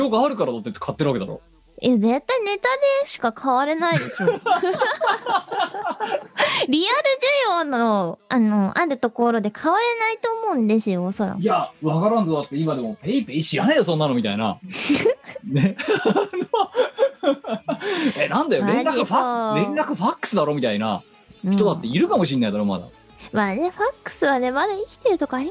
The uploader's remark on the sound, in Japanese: 本番組はリモート収録です。収録時環境の影響により、聴き取り辛い部分があります。